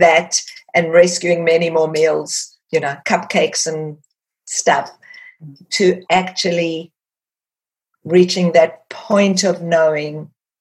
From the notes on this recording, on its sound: There was everything from beaming smiles to wet cheeks in the Zoom room this week